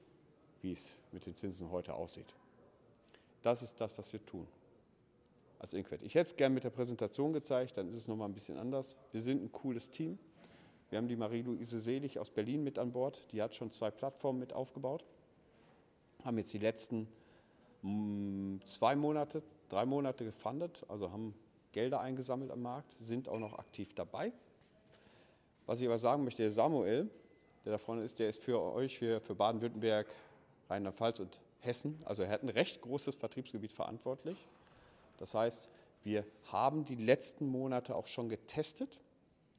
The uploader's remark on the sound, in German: Vortrag des Gründers beim Immobilienstammtisch Heilbronn